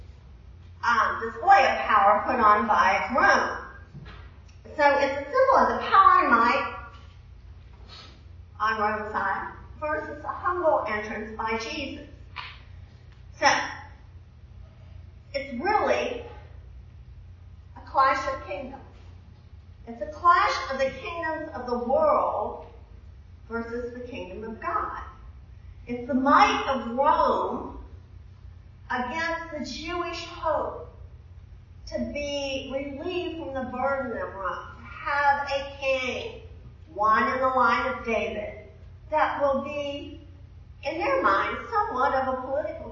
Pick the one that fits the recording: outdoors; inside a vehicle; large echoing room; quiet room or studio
large echoing room